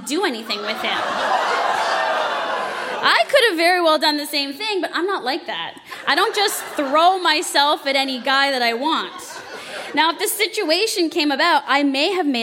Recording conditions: live audience